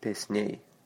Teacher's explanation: Accent on the second syllable.